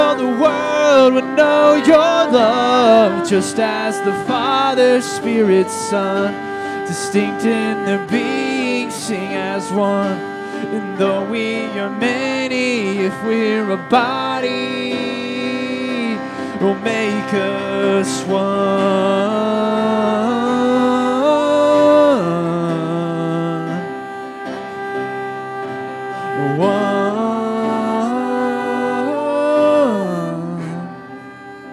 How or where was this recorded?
large echoing room